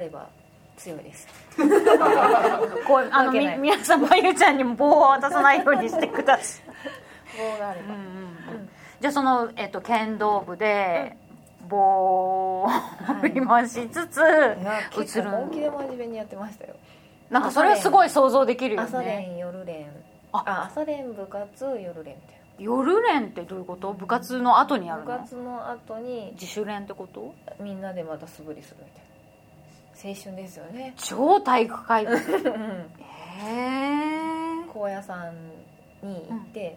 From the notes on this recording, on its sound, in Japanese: 鎌倉で公開収録したインタビュー。